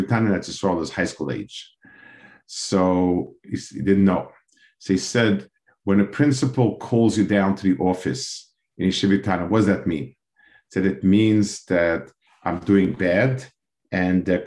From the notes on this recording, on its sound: This shiur take place over Zoom